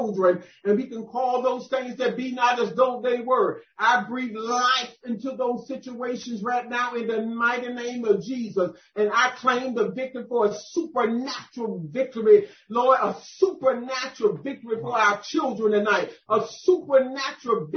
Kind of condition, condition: link, video call